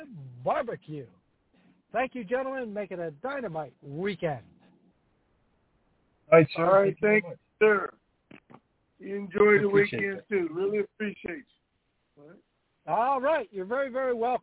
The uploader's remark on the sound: TNTSuperfantastic Conference Call